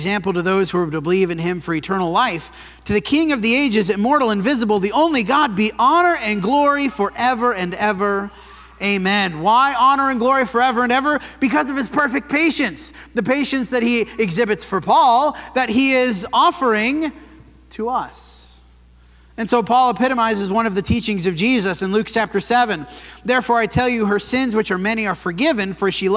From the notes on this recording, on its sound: This sermon was preached at the Dewey Church of Christ on February 18, 2024.